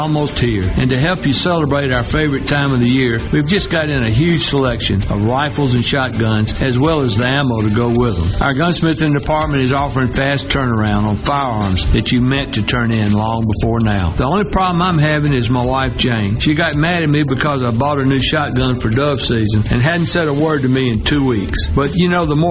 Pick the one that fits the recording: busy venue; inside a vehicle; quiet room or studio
busy venue